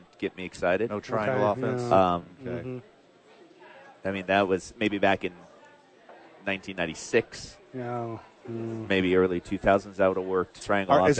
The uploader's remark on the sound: live at Sadies